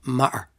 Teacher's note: working class Dublin accent would replace the T with a glottal So you might say matter.